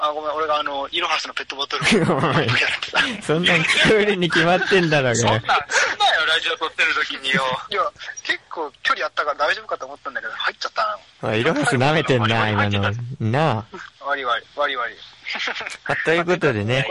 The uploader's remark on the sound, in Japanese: LINEのグループ通話を使ってパワープレイ収録を行いました。音質と内容の低質化が今後の課題になりました